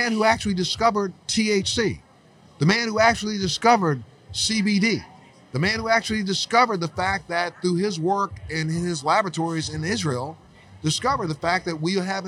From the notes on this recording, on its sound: At the NECANN cannabis conference in Boston, MA.